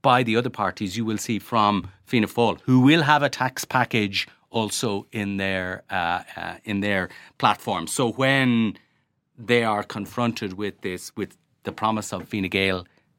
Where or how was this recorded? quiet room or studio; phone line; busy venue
quiet room or studio